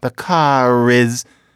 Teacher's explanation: The R sticks around if there's a vowel coming.